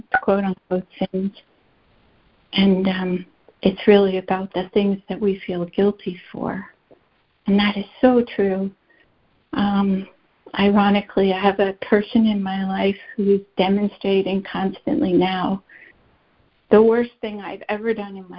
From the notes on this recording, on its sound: ACIM Daily Conference Call